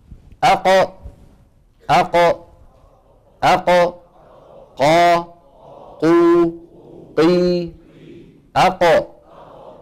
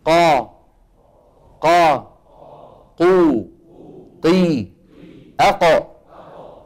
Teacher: أقصى اللسان مع الحنك اللحمي · Term: القاف